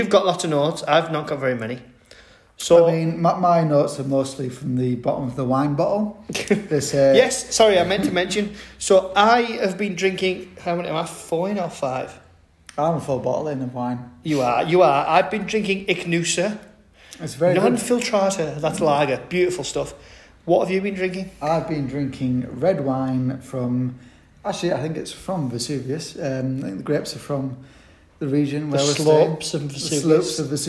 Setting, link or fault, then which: fault, echo